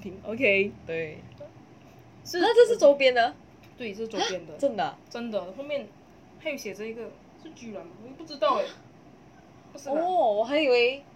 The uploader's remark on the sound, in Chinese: 在此先聲明本集音質不太行。